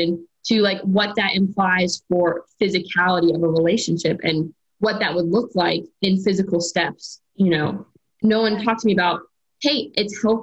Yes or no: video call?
yes